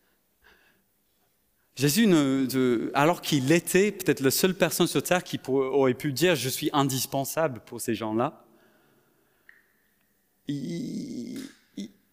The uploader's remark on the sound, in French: Enregistré à l'église CVV, le 03/07/2022